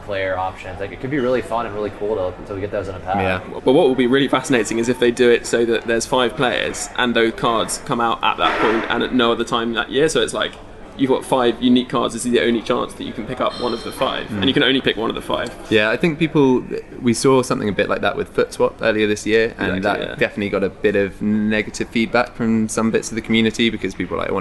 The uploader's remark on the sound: Live from the eWorld Cup finals